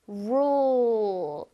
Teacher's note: 혓바닥을 뒤에서부터 말아서 rule